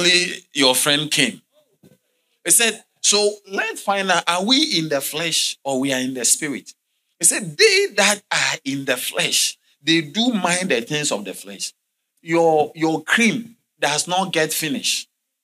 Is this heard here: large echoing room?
yes